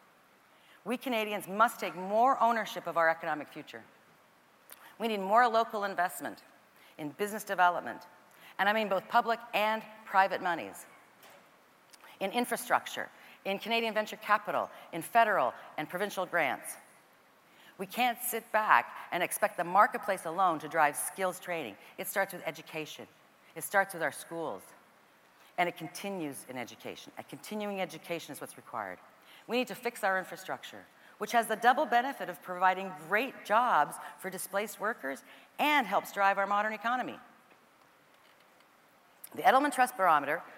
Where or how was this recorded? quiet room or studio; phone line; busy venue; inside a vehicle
busy venue